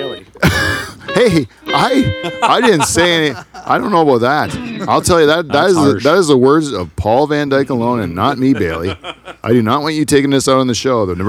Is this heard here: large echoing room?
no